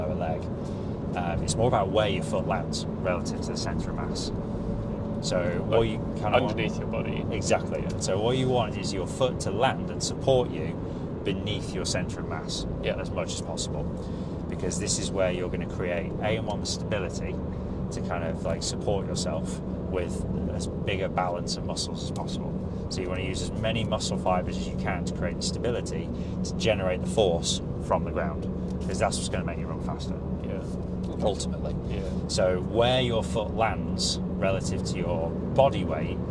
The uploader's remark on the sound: They're still in the car and the fuel light has come.